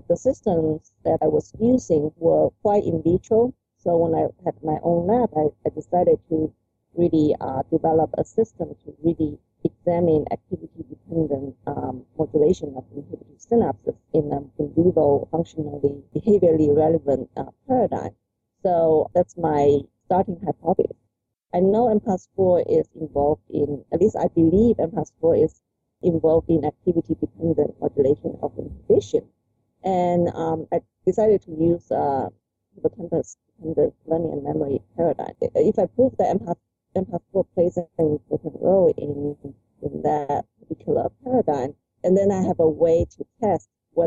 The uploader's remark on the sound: We had some technical difficulties during our interview. The audio quality is not as good as it should be.